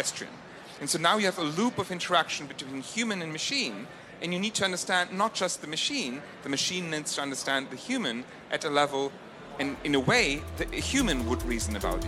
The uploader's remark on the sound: In a special episode of the Agenda Podcast recorded live at the The AI Summit in London we asked a panel of experts.